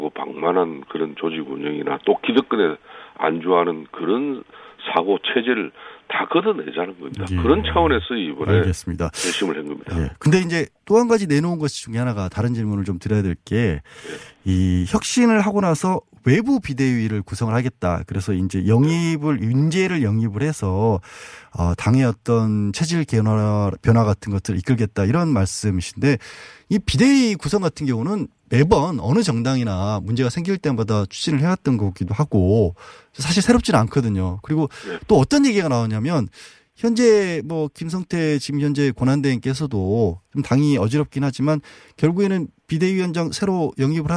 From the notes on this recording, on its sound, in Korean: 전화연결